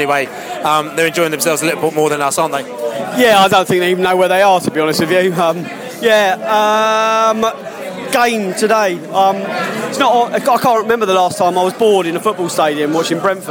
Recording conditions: busy venue